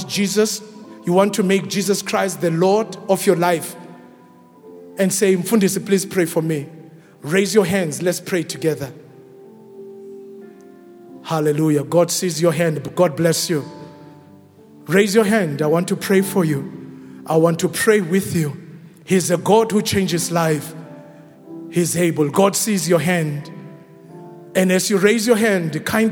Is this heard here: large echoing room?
yes